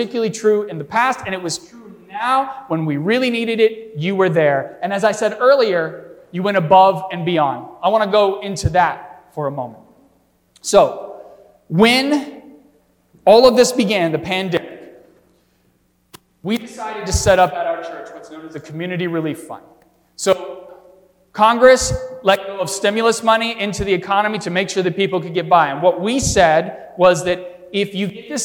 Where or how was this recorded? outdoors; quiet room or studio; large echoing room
large echoing room